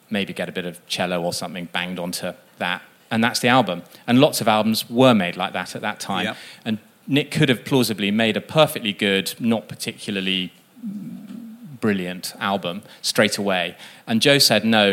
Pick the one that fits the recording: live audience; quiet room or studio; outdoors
live audience